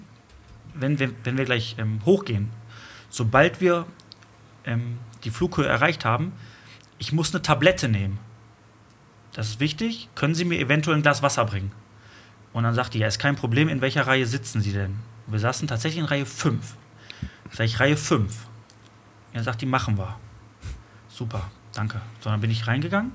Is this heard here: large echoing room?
no